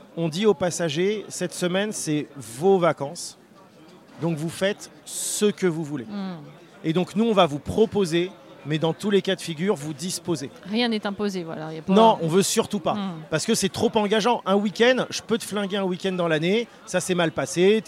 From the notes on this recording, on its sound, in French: Rencontre au festival Paris Est Ludique 2023